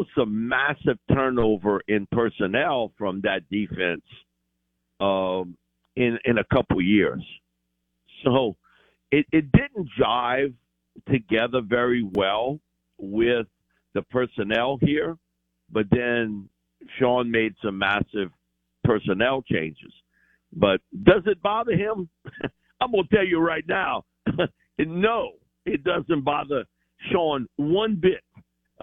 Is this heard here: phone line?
yes